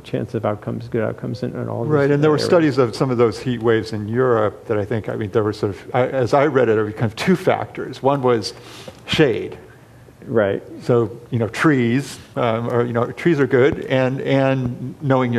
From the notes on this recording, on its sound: Panel discussion at The Actors’ Gang, an event put on in partnership with the UCLA Institute of the Environment and Sustainability and with Environmental Humanities at UCLA.